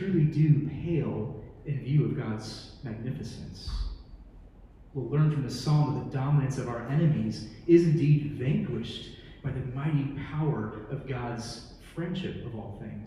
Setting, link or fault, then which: setting, large echoing room